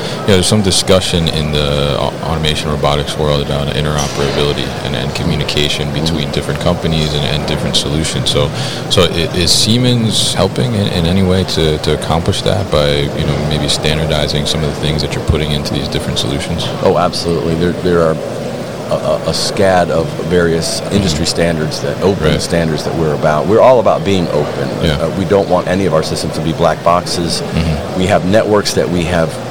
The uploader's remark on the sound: Siemens at MODEX 2022